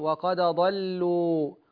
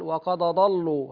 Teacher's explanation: اللام لا تغلظ مع الضاد · Shown in: first take · اللام تغلظ إذا كانت مسبوكة بالصاد أو الطاء أو الظاء فقط